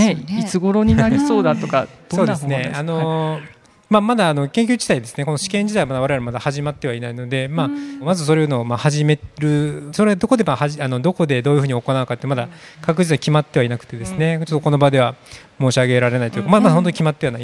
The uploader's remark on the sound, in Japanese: 千葉県柏市にある三井ガーデンホテル柏の葉パークサイドにて行われた公開収録の模様をお届けします。